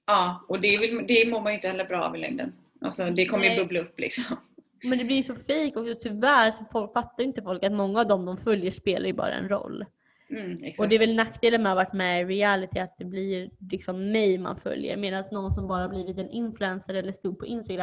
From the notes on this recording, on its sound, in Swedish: Snälla ha hänsyn till ljudet då vi pratar över skype så ljudet är såklart inte det bästa.